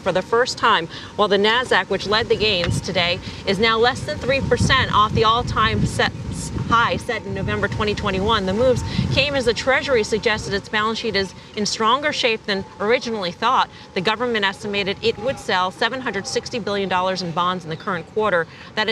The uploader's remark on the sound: Live From Miami Beach. From the iConnections Global Alts Conference in Miami Beach.